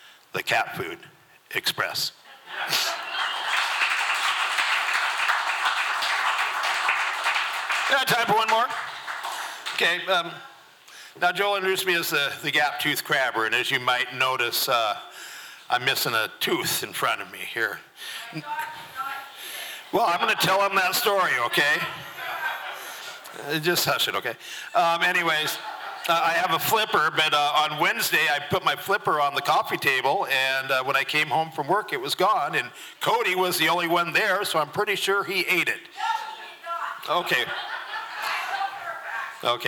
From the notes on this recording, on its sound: From the 2023 FisherPoets Gathering. This recording was made on Saturday, February 25th, 2023, at the Ten Fifteen Theater in Astoria, OR as part of the FisherPoetry Archive Project.